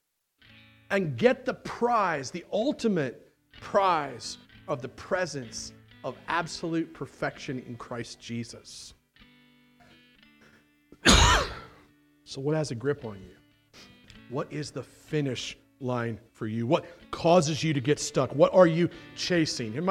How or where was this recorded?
large echoing room